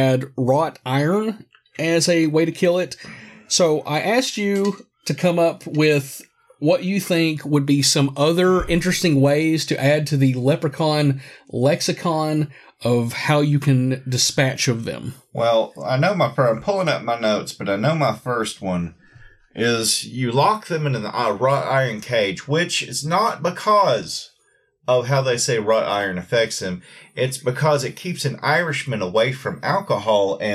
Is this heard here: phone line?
no